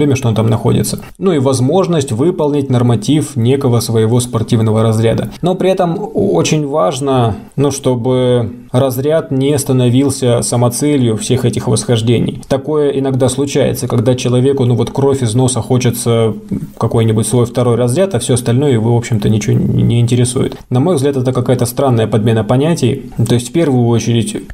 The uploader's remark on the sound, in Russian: В условиях, когда доступ в студию ограничен, мы записываем подкасты всеми возможными способами. В этот раз позвонили по телефону в Алматы. Который сейчас работает в лагере Туюк-Су в Казахстанских горах.